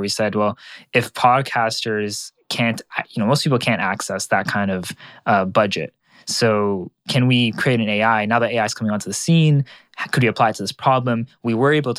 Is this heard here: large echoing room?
no